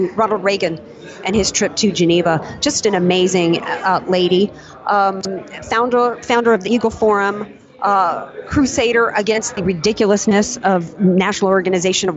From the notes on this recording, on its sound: From the Act For America Conference in DC!